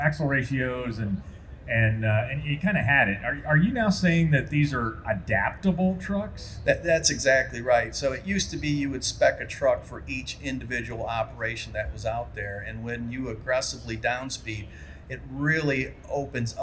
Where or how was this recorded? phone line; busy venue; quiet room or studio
busy venue